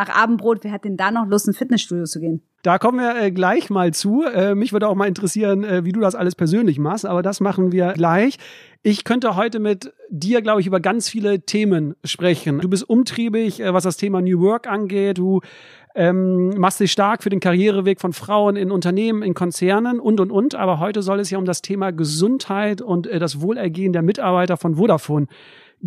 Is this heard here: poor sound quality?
no